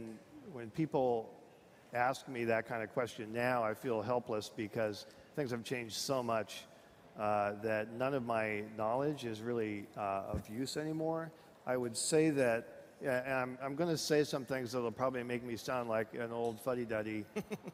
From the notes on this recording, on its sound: On stage at Disrupt in San Francisco.